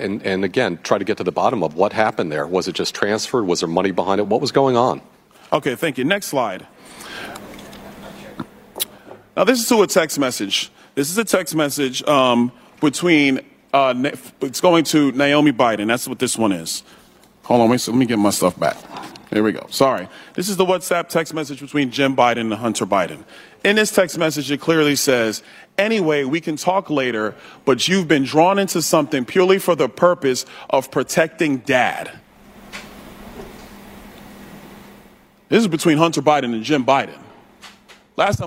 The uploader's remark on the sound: live at the Little Heroes Blood Drive